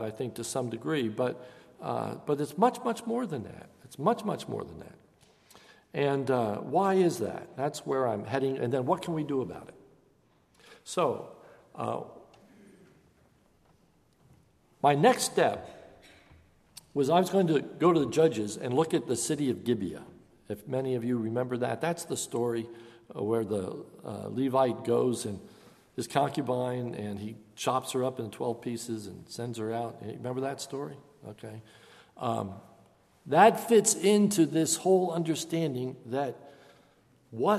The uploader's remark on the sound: This is a sermon recorded at Lebanon Bible Fellowship Church on 9/20/2015 during the evening service